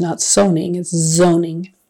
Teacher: Make sure your Z is voiced, not an S.